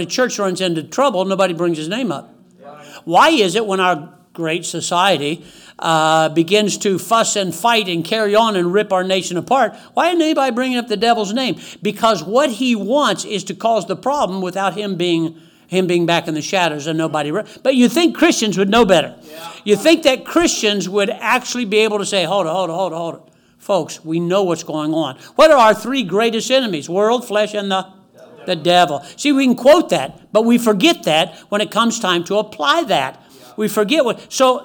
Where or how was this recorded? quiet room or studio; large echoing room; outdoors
large echoing room